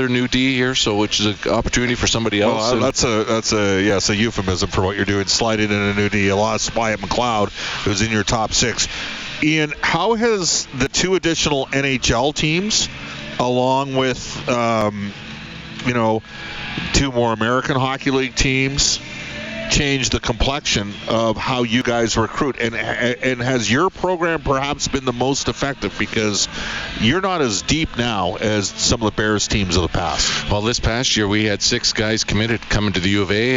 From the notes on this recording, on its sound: live from Clare Drake Arena